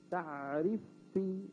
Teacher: الفاء ليست حرفا لسانيا وإنما هي حرف لساني شفوي · Term: فاء مشددة